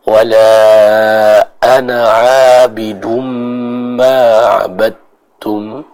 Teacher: kata ana dalam Al-Quran dibaca dengan pendek kecuali kita berhenti, ya, waqaf di kata ana tersebut.